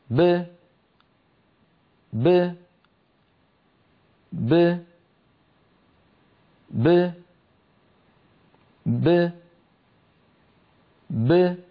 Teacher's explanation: باء ساكنة مقلقلة تخرج بتباعد الشفتين دون تباعد الفكين